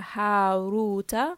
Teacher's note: ra has dhamma, so it is heavy